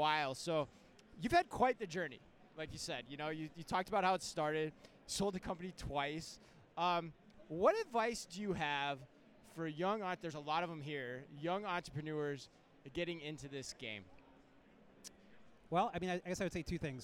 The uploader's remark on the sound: We go live from Manifest 2024